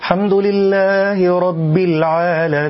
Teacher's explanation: اللحن الأول: عدم بيان الهمز وبتر اللام من كلمة الحمد